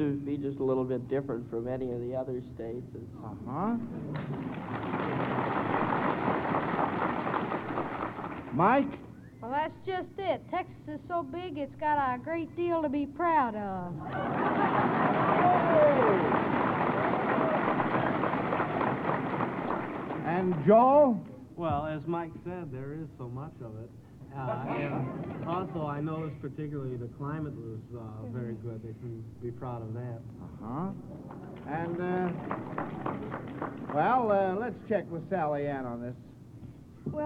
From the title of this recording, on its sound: Live From The Shamrock Hotel